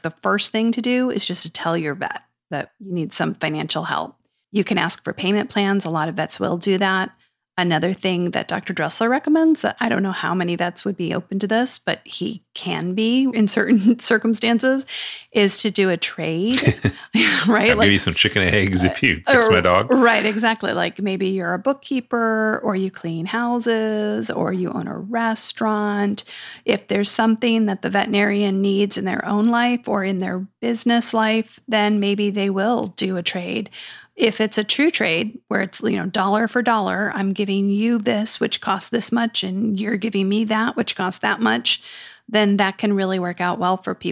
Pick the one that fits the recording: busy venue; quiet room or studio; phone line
quiet room or studio